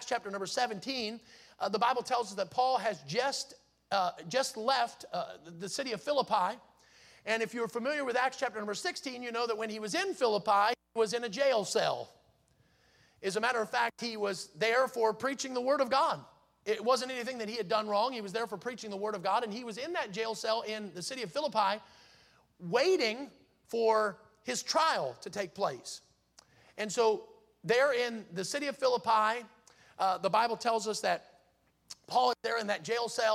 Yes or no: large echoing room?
yes